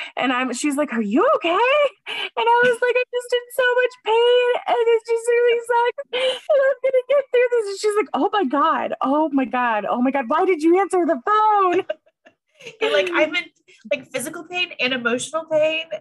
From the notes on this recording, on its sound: do a Zoom call